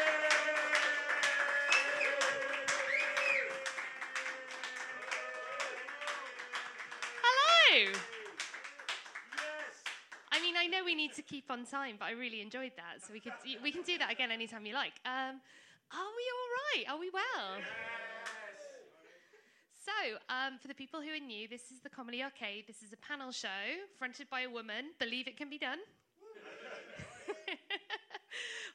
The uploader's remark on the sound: Live at Camden Fringe. We record live from the iconic Water Rats as part of the Camden Fringe.